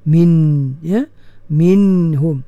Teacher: minhum izhar pun dalam keadaan kita kena tunaikan sifat gunnah, sifat bergema tu